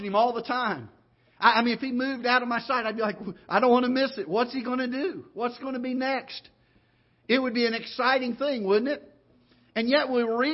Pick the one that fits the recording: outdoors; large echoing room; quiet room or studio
large echoing room